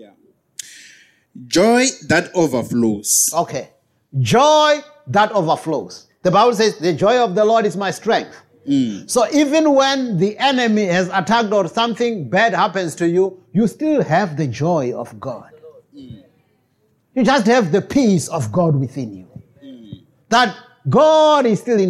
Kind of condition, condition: setting, large echoing room